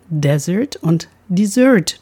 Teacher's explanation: Da wird in beiden Fällen das S stimmhaft ausgesprochen. Der Unterschied liegt in der Betonung. Desert mit Betonung auf der ersten Silbe und einem S bedeutet Wüste oder verlassen.